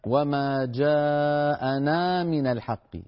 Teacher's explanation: نا مد الألف من الطبيعي بمقدار حركتين